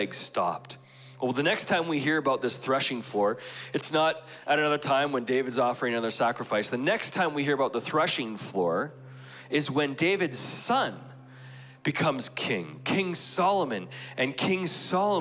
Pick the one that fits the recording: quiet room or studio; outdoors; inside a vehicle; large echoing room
large echoing room